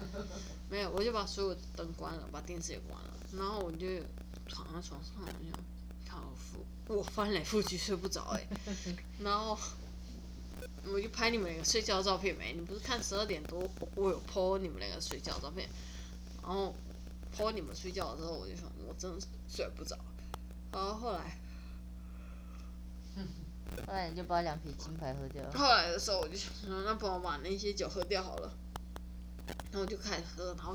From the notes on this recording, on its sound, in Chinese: 本集內容抱歉會有一些些小雜音